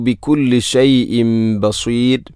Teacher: ഷൈഇൻ എന്ന തൻവീനു ശേഷം ബ വന്നാൽ ഇഖ്ലാബ് എന്നതാണ്. തൻവീനിനെ മീമാക്കി മാറ്റുന്നു. ഷൈഇൻ ബസീർ എന്നത് മദ് ഇഅറിദുൽ സുക്കൂൻ, അതുപോലെ റായിനെ തർഖീഖാണ് ചെയ്യേണ്ടത്.